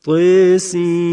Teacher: همینطور اماله تا در این حروف مقطعه